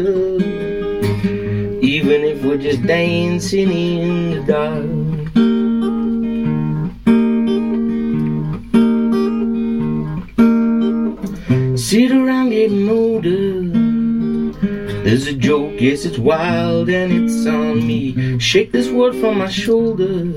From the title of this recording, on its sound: Greenhouse Acoustic Phone Recording